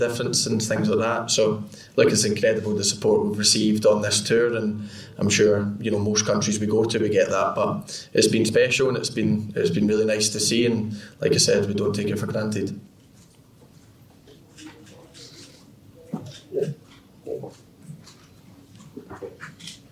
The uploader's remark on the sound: Pre-Match Press Conference